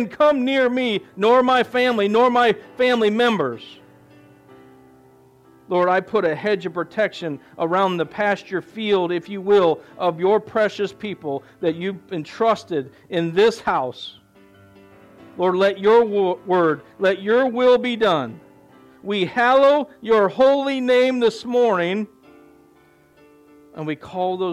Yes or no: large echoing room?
yes